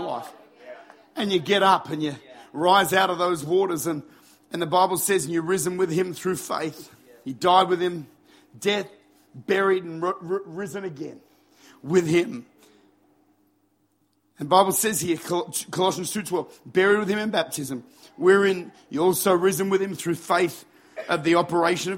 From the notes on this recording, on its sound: Recorded at Lifepoint Church, Adelaide. Recorded at one of our baptismal services at Lifepoint.